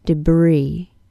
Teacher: The vowel sound in the second syllable is a long E, and the S is silent.